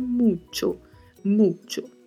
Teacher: E o O sempre com som mais fechado